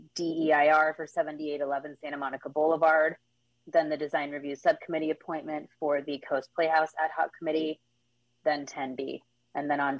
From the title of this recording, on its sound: Planning Commission Teleconference Meeting